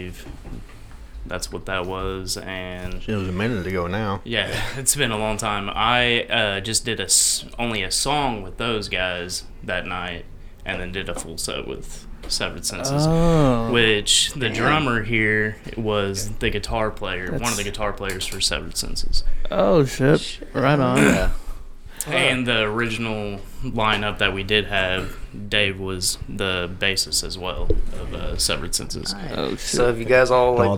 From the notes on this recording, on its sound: It's a packed room and we do our best to make it work even through a few technical difficulties.